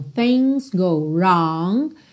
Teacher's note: O G do wrong também não é pronunciado.